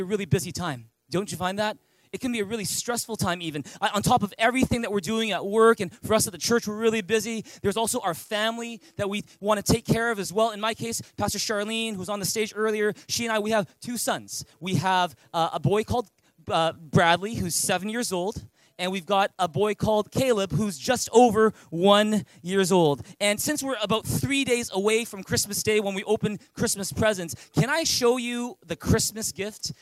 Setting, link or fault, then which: setting, large echoing room